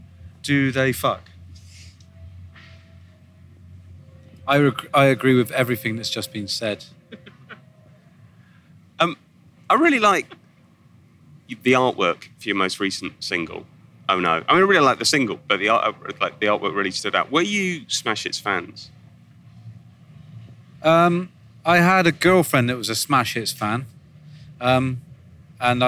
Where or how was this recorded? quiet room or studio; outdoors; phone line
outdoors